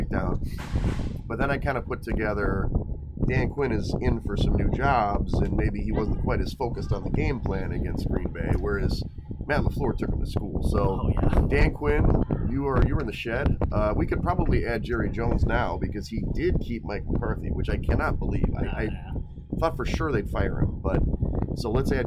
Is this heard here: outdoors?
yes